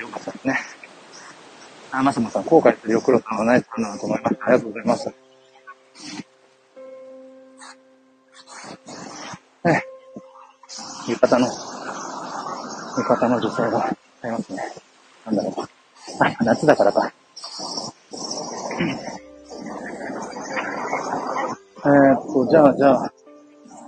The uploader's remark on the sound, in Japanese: Live 人生初の名古屋城へ向かいながら。